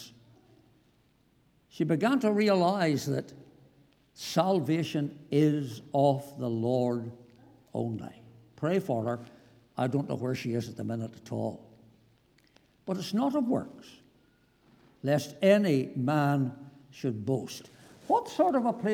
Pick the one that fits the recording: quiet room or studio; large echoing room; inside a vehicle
large echoing room